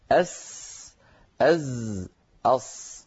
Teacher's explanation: الصاد حرف لساني أسناني، مثلها كمثل السين كمثل الزاي